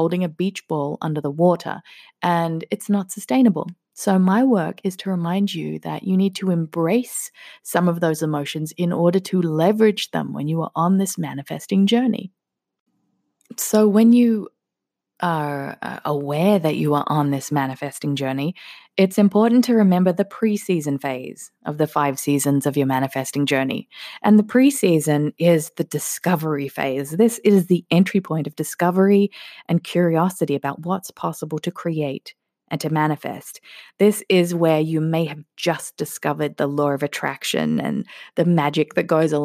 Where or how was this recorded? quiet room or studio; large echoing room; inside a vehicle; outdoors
quiet room or studio